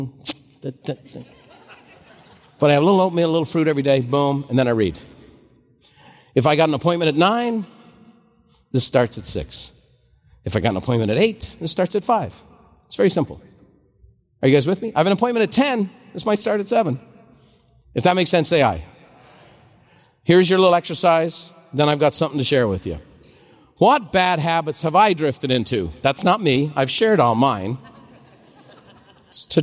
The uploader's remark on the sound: a special live recording